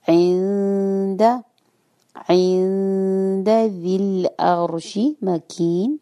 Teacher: العرش مكين عند میں بھی نون پر اسی طرح اخفاء ہوگا نون کی ساؤنڈ پرومیننٹ نہیں ہوگی اور زبان آپ کی بیچ میں رہے گی نہ اوپر لگے گی نہ نیچے لگے گی اگر آپ اوپر ٹچ کریں گے تو نون ادا ہو جائے